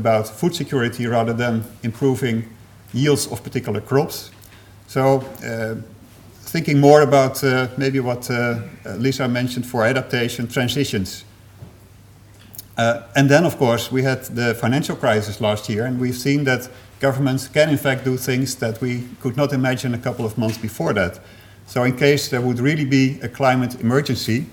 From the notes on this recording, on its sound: Third presentation of session 9 of the 4 Degrees international climate conference.